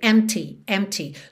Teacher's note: Empty, empty. Do M você já vai direto para o T · E empty tem um P mudo, completamente mudo. Então não precisa se preocupar em dizer empty, em fazer esse som do P.